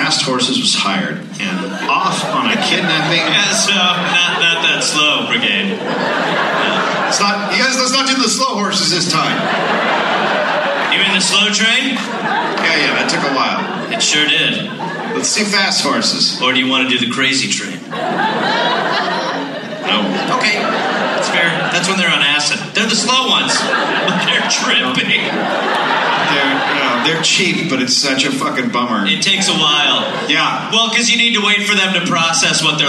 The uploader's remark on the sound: Live in Minneapolis